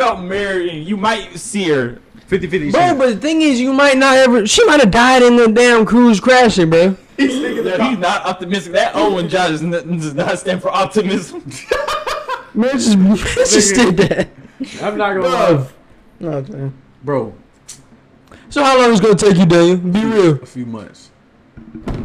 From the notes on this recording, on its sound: This was an experimental and learning phase for us so the audio quality is nowhere the best it could be.